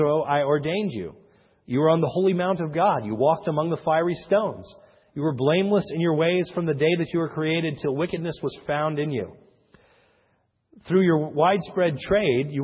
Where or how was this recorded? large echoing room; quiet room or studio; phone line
large echoing room